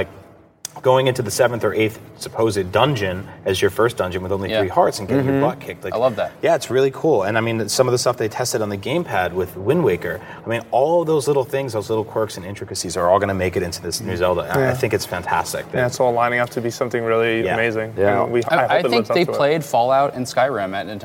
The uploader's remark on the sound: The Nintendo Voice Chat is coming to you live from E3 2014!